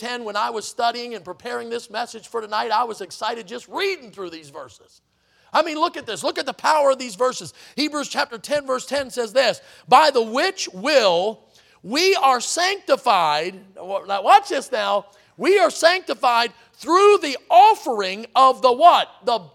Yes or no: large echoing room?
yes